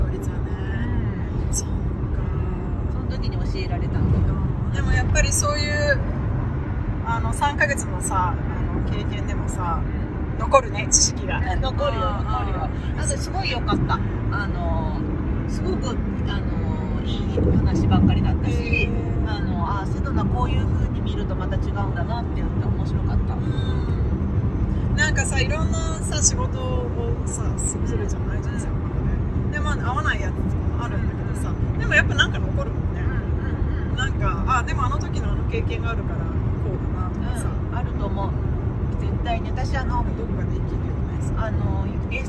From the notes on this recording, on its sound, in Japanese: ドライブトーク！今週はアリゾナ州フェニックスから、マリコパという町までのドライブ中に収録をしました！ （雑音が多くて聞きづらかったらごめんなさい。。。）。車から見える景色をできるだけ言葉で説明しつつ。